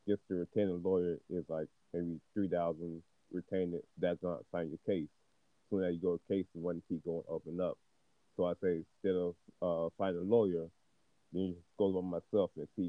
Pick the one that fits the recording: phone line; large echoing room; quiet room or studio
phone line